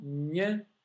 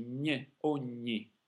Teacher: these are palatal consonants. They're made in the same position, basically. Both the N and the L here are made with that big fat part of your tongue.